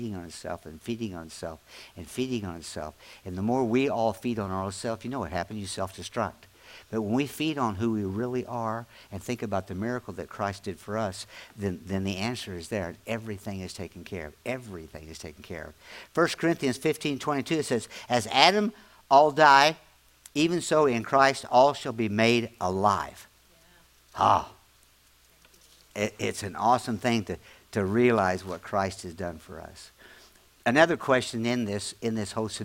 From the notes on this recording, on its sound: latest audio podcast from Grace Church on Sunday December 17, 2023